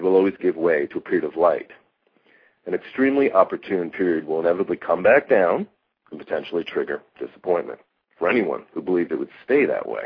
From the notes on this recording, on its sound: takes live calls halfway through the show